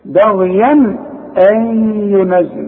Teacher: عندي تنوين وبعده همزه، والهمزه من حروف الاظهار